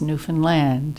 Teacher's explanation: the accent on Newfoundland is on the third syllable